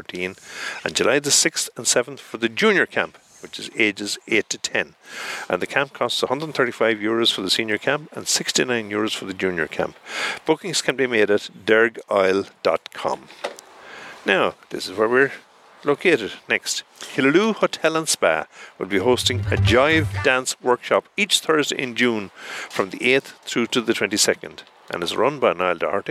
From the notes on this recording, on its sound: Broadcast live from the Killaloe Hotel and Spa.